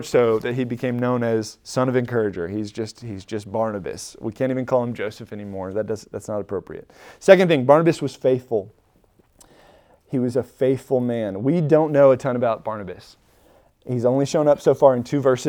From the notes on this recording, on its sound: Recorded at Emmaus Church in Buford, GA on Wednesday, Dec 7, 2022.